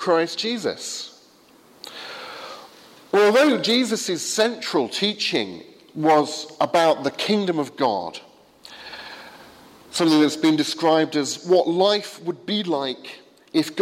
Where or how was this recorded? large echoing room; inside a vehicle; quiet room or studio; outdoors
large echoing room